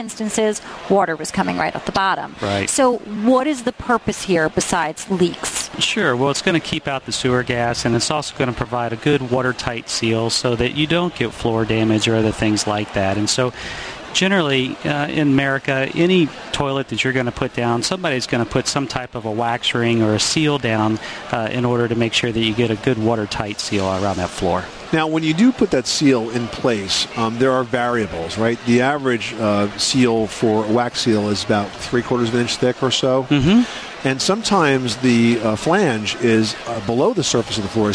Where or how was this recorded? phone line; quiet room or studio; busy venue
busy venue